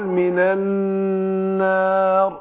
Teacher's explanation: النون مشددة تاخد غنة حركتين